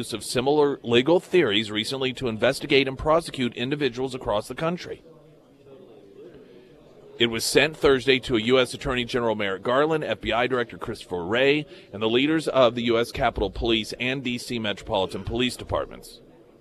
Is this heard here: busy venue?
yes